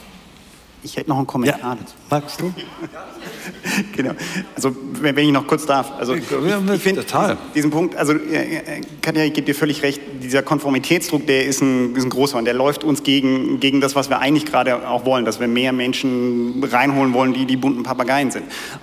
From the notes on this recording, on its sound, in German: heute live von der Work Awesome